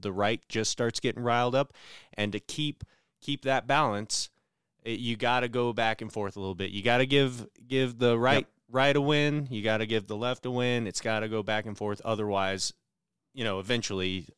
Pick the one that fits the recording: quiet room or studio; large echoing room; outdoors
quiet room or studio